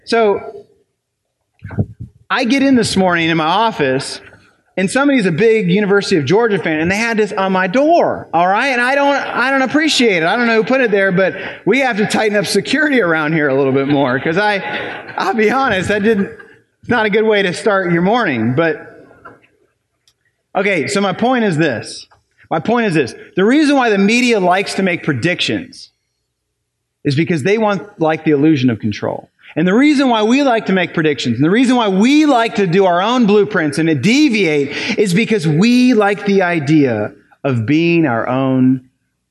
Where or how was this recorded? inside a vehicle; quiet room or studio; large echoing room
large echoing room